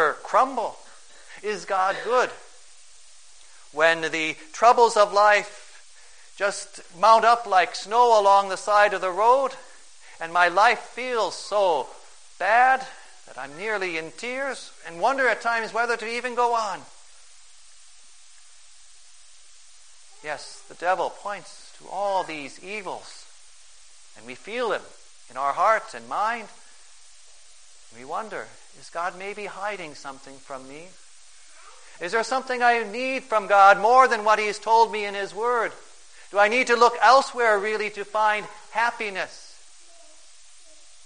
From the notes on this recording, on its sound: For the First Sunday in Lent, at St.